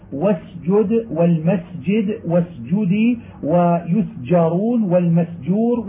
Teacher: وإذا سكنت السين وأتت بعدها جيم وجب بيان السين لئلا يذهب اللفظ بها إلى الزاي